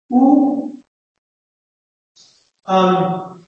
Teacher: cardinal vowel number 8, closed back rounded, also used for RP, U.